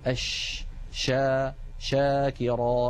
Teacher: التفشي هو انتشار صوت الشين من مخرجه حتى يصطدم بالصفحة الداخلية للأسنان العليا، والرسمة التي على الجهة اليمنى من اللوحة تبين كيف أن مبدأ صوت الشين هو من وسط اللسان ثم يصطدم ذلك الصوت بالأسنان العليا من الداخل، فيحدث هذا الانتشار للصوت الذي يعطي الشين مذاقا خاصا وقوة في السمع.